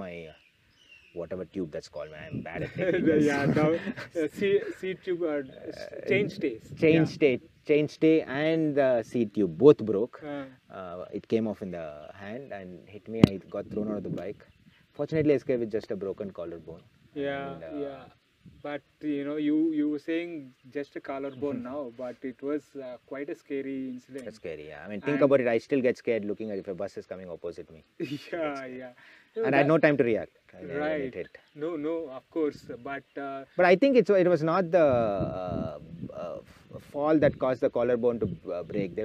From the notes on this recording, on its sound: We recorded this episode on the banks of river Badra in Kalasa when we went on a bike trip a couple of weeks ago.